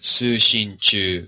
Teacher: with equal weight on each of the syllables